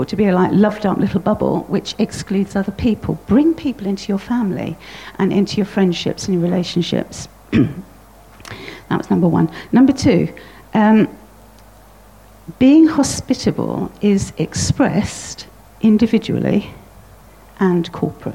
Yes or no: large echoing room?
yes